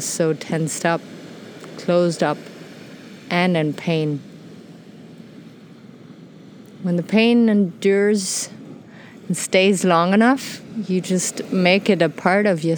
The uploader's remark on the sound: Today enjoy an episode recorded on a black sandy beach in Mexico.